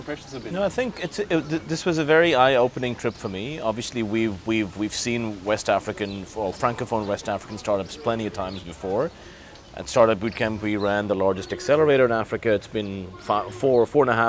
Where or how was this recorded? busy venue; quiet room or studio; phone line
busy venue